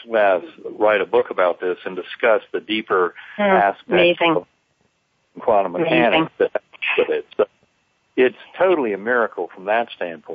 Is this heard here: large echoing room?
no